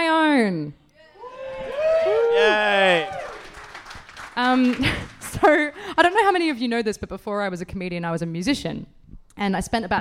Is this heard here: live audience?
yes